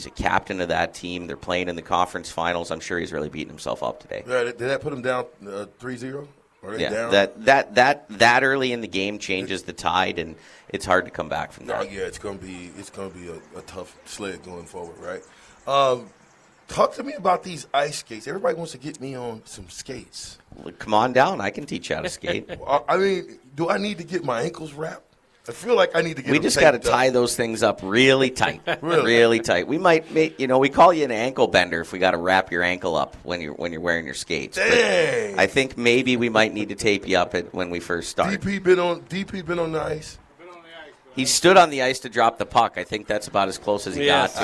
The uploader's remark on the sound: LIVE FROM CEDARS